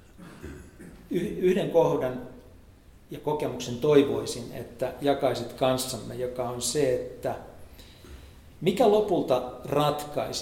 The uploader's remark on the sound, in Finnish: Tässä kaikkien aikojen ensimmäisessä 10X Live Podcastissa eli elävän yleisön edessä äänitetyssä ohjelmassa.